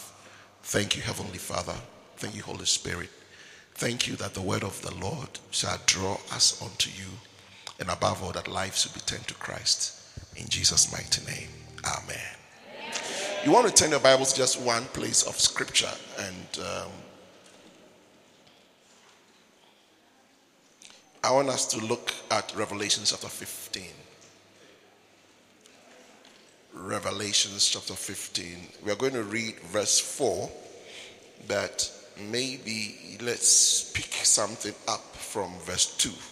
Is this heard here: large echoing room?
yes